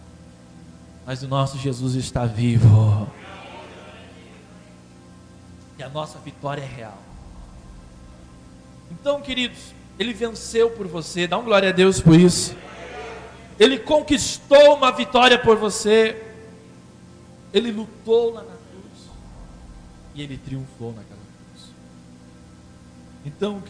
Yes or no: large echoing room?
yes